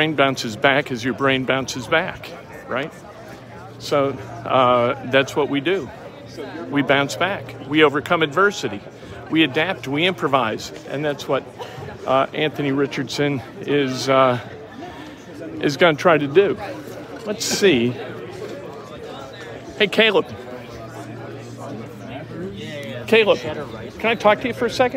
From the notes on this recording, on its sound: Live from IU Basketball Media Day with live interviews!